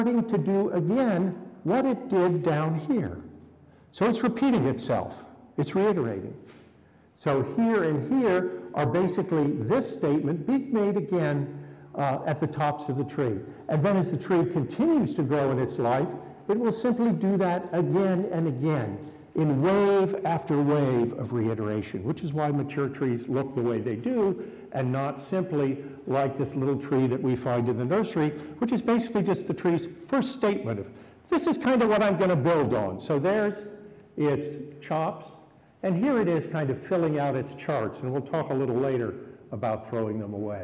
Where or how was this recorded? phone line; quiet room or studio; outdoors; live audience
live audience